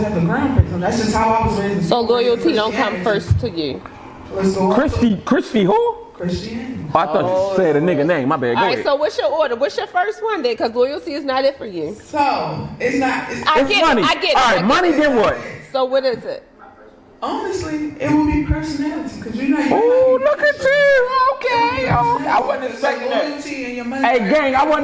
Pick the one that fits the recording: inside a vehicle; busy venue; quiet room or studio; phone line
busy venue